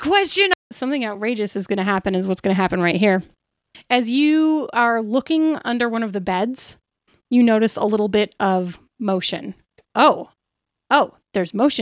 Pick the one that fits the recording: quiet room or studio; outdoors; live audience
quiet room or studio